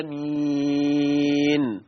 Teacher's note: يبقى الأولى 2 حركات والثانية 4 · Term: مد البدل